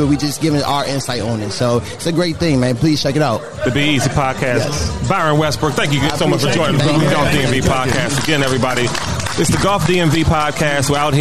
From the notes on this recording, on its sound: recorded at the season finale of Road 2 Par's Putt & Puff event at Lake Presidential.